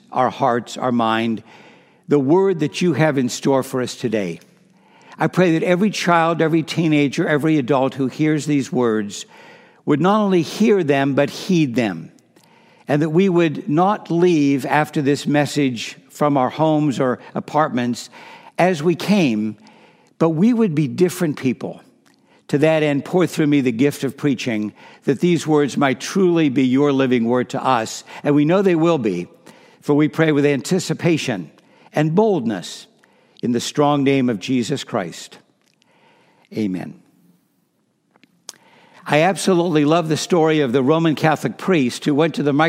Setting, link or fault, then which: setting, large echoing room